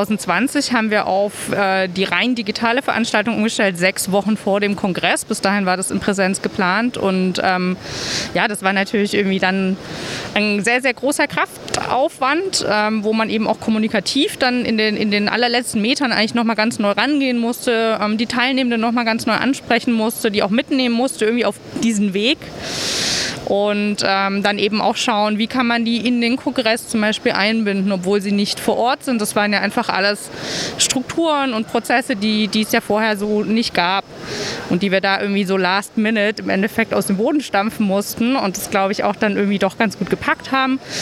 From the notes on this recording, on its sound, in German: SPEZIAL Live vom Deutschen Pflegetag (Tag 2).